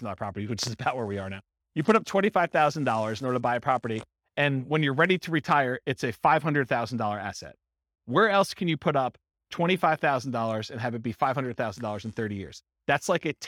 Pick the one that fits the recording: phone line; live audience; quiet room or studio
live audience